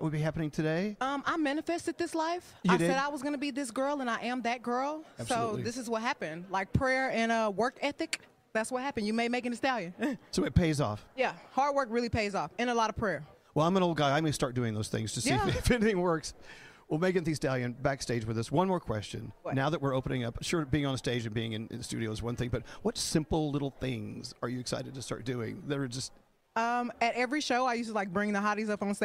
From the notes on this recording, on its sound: IHeartRadio Music Awards Red Carpet Live! Don’t miss all the excitement from the awards ceremony at the iHeartRadio Awards Red Carpet Live!